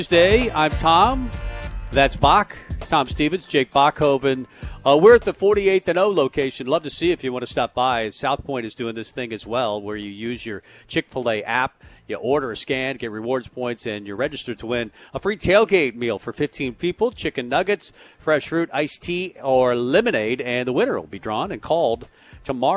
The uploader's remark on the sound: Tailgate Tuesday live from Chick-Fil-A